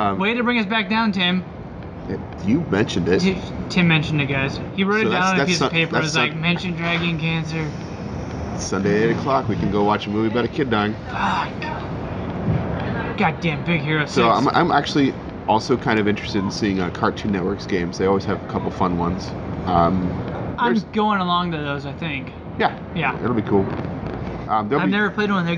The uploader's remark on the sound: come live to you from Barrel Mountain Brewing in downtown Battle Ground, Washington